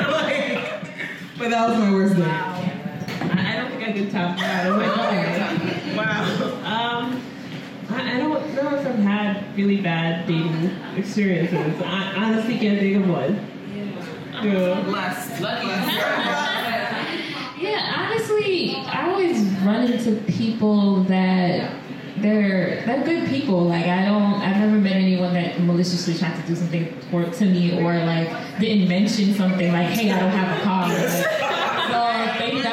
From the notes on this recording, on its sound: This week's episode is a recording from our season 2 launch party.